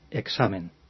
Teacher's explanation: Ahí hay dos posibilidades. Una es pronunciarla como la secuencia de los sonidos K y S